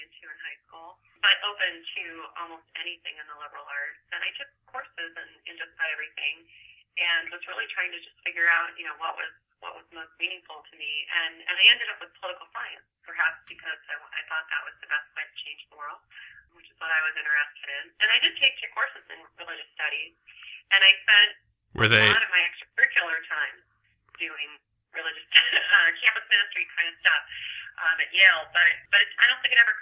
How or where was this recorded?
phone line